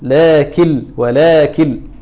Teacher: القراءه الصحيحه ان انت ما فيش نون خالص · Term: ادغام